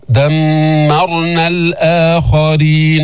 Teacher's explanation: ميم مشددة في غنة بينة حركتين